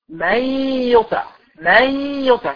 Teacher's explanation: شلت النون خالص ودخلت من الميم على الياء · Term: الادغام